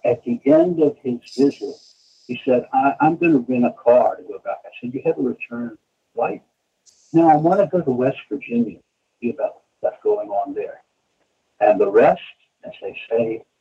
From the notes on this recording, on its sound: After the technical difficulties we experienced during the recording of this interview we have completely overhauled our recording software.